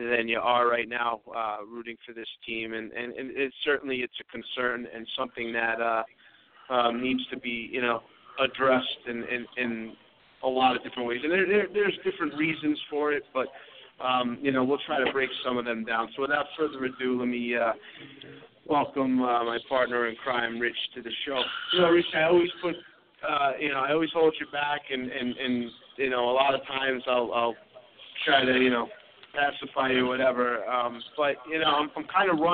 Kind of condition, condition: setting, busy venue